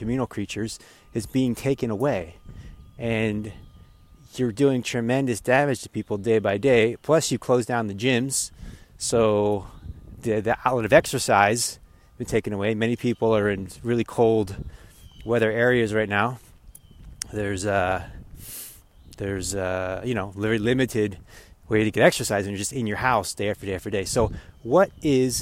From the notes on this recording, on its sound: While walking through the magic of the forest this morning.